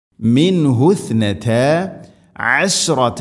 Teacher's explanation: അഷ് ഷീൻ തഫശ്ശി എന്ന സിഫത്ത് കൊണ്ടുവന്ന് അഥവാ പരത്തി ഉച്ചരിക്കണം.